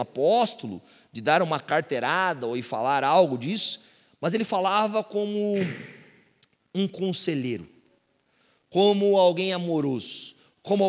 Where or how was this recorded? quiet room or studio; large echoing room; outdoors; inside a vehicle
large echoing room